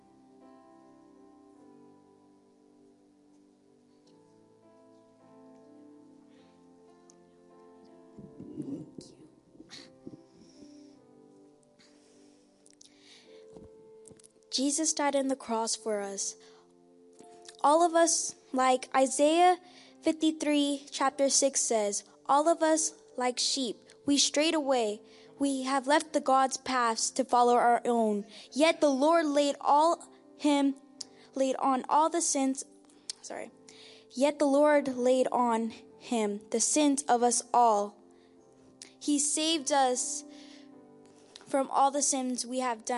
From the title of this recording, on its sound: (Entire Service) An Evening Of Praise, Worship & Prayer